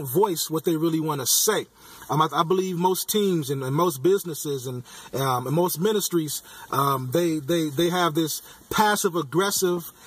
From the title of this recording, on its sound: Podcasting from my car